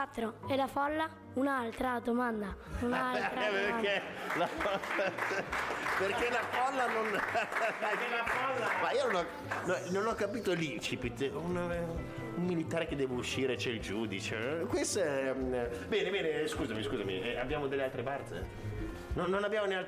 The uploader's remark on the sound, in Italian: LIVE CON PUBBLICO. Laboratorio di Radio Sei Forte di Fantateatro nelle Scuole - 5A Scuola Primaria Franchini 2016, Bologna.